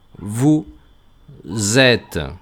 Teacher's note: Y habrán observado también que con vosotros, vous, he hecho algo extraño. Y es que he pegado una Z antes de et